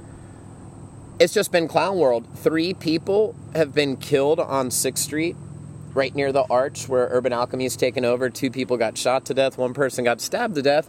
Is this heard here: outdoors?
yes